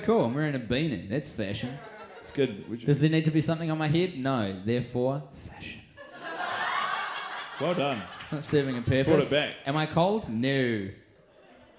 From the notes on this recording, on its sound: The lads are watching in front of a live audience downstairs in the concrete basement of a pizza restaurant - The Montecristo, which the boys are running as a new comedy venue in their hometown.